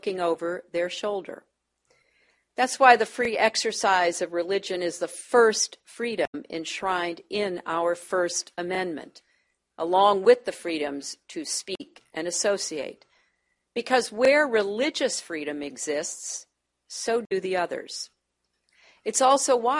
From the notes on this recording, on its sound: delivered remarks at Carnegie